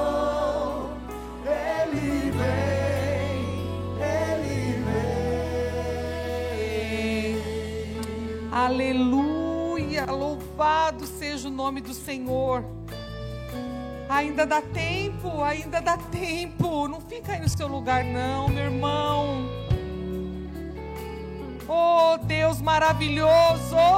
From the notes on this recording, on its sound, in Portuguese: Celebração ao vivo